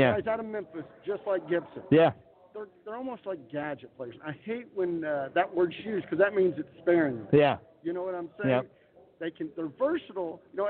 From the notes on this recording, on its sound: Live at the 2020 Kentucky Fantasy Football State Championship (KFFSC). Broadcasting from just outside Louisville in the Kentucky Fantasy Football State Championship.